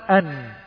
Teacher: هذه الخنة التي تسمعها هي بسبب حبس الجزء الذي يخرج من الخيشوم · والنون لها نصفان، نصف لساني في النطق، نصف لساني وهو طرف اللسان مع ما يحاذي من اللثة العليا، ونصف خيشومي، لأنك إذا سددت الأنف عند نطقك للنون فسوف ينحبس الصوت. · Term: الغنة